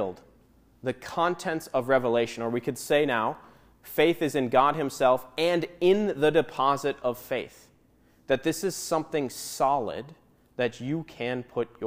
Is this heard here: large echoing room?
yes